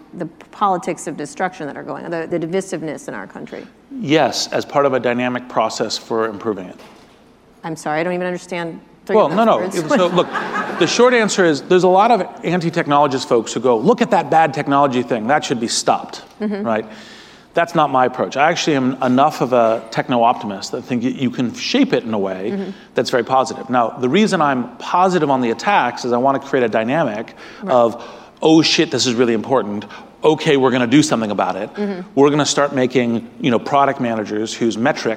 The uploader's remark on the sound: In front of a live audience. At the Anti-Defamation League conference "Never Is Now" in San Francisco.